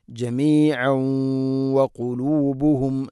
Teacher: ജമീഅഉം തഹ്സബുഹും ജമീഅഉം വഖുലൂബുഹും. കൂട്ടി ഓതുമ്പോൾ തൻവീനിനെ വ എന്ന അക്ഷരത്തിലേക്ക് ഇദ്ഗാം ചെയ്യണം, മണിച്ചുകൊണ്ട് ഉച്ചരിക്കണം